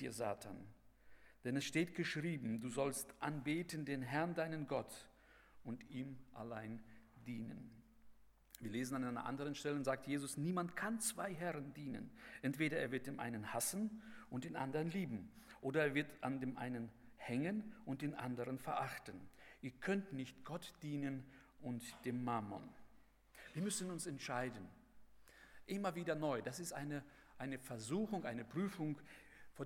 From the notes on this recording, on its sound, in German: bei der Eröffnungsandacht des Bibelseminar Bonn